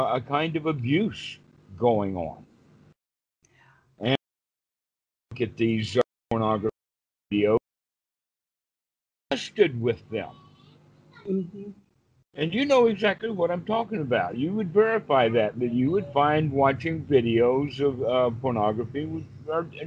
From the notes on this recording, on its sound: skype calls on this channel